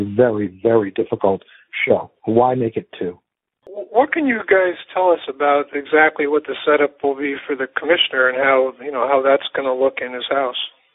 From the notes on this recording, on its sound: NFL Draft teleconference